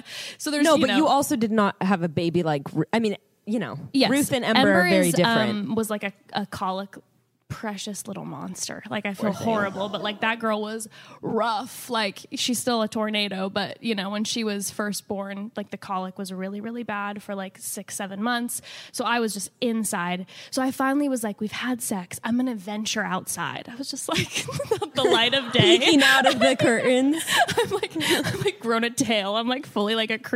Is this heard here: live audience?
yes